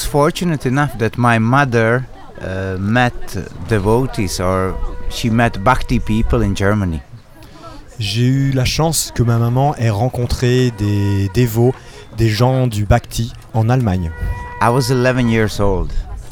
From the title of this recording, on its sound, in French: En Direct Du Bhakti Om Festival